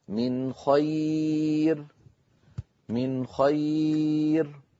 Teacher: نون ساكنة بعدها خاء لم أزد في زمني النون · Term: إظهار